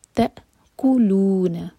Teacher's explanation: تا کے بعد جو حمزہ ہے اس کے اوپر سکون ہے تو کٹ آف ساؤنڈ کی آواز آنی چاہیے. تأکلون، کو ایک حرکہ اور لو مد تبعی دو حرکہ لمبا اور نون کو ہم آگے جوڑیں گے تا سے، اگلے ورڈ، اگلا جو ورڈ ہے اس کے.